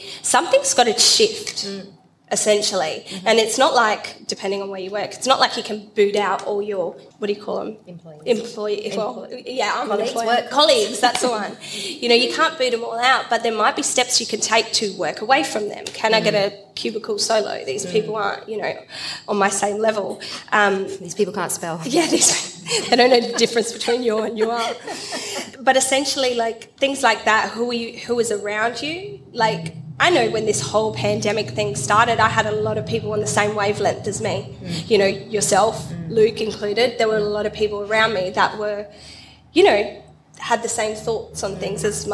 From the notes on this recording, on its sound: Sejuice Podcast hosted its first-ever LIVE event recording in Adelaide in front of an incredible audience last month. Then opened the floor to answer questions from listeners relating to a range of topics.